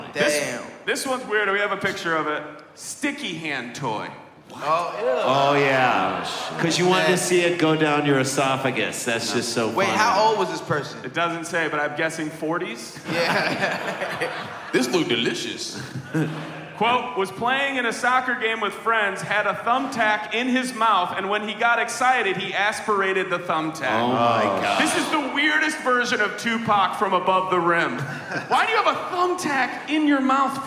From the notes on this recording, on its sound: DPT LIVE. This week Dumb People Town goes live.